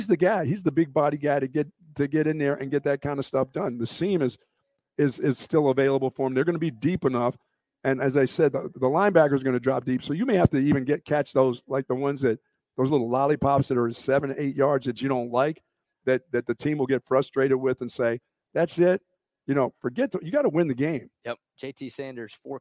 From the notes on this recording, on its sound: LIVE from the brand new Academy in Hutto!